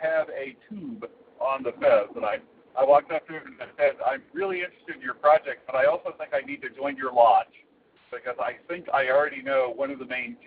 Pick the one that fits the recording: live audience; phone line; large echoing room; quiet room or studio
phone line